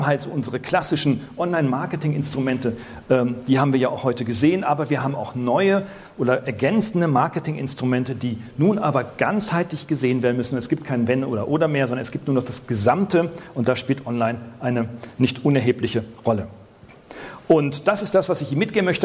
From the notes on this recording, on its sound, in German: Die letzten 5 Minuten eines Vortrages vor 400 Marketers in Stuttgart